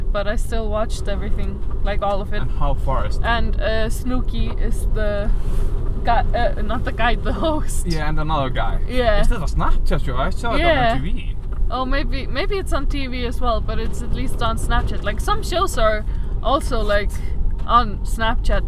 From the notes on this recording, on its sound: Live from the storm. We are LITERALLY recording in the car in the storm at night next to a kindergarten.